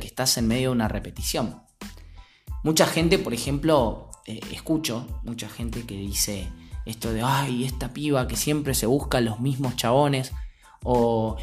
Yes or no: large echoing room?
no